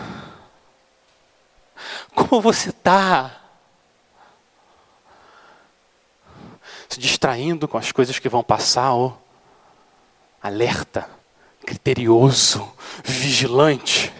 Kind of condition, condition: setting, large echoing room